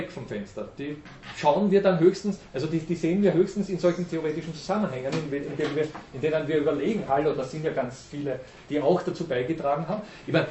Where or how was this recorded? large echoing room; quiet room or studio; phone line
large echoing room